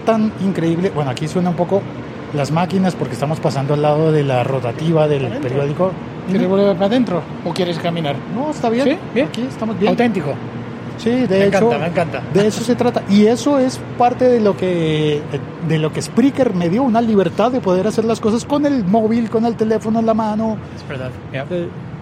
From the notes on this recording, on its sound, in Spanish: mientras tomamos un café y saludamos a los compañeros de trabajo